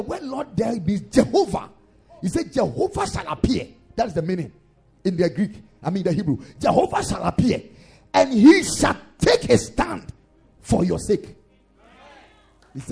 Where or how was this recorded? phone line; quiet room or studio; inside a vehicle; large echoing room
large echoing room